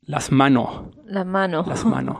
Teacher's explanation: es la aspiración de la letra S al final de una sílaba